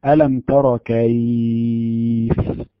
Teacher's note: إذا كانت الواو ساكنة مفتوحا ما قبلها تسمى حرف لين، تخرج في يسر وسهولة